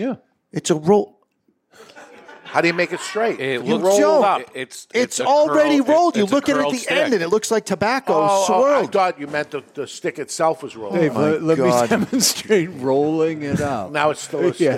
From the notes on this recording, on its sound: Broadcasting live from the Toscano Sound Stage in Salem, New Hampshire. Our studio audience flew from around the world, to join us as we celebrate 12 years of the show!